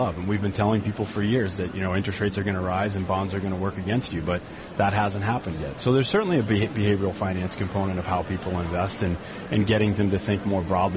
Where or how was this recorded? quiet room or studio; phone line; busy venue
busy venue